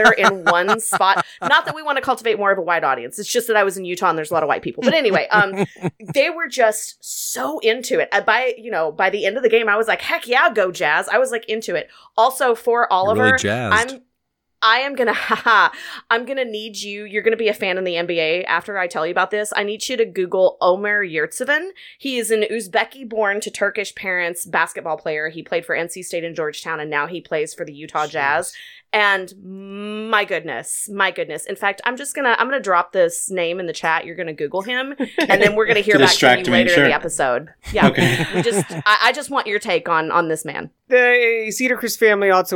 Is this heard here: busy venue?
no